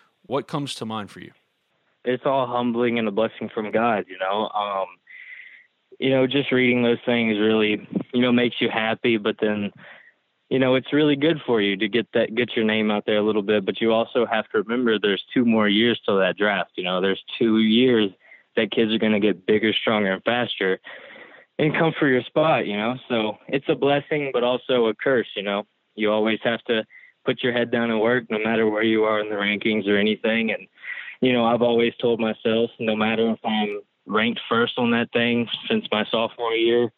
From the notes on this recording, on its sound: joins on the Modern Woodmen phone line